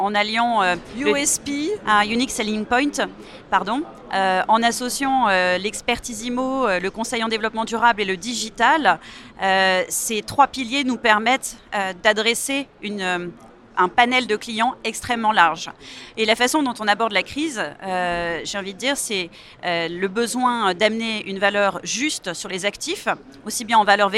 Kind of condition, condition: setting, busy venue